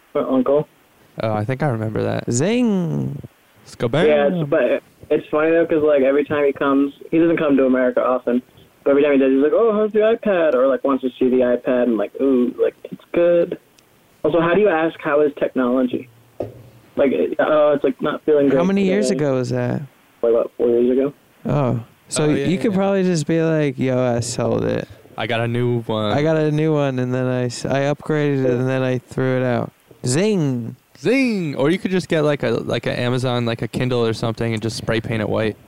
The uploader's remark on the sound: The boys get 5 people on the phone at once for the ultimate conference call.